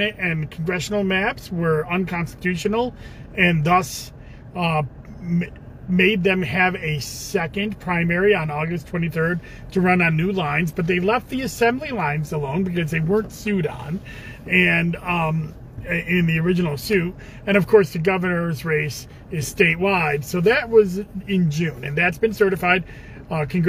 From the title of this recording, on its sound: in the car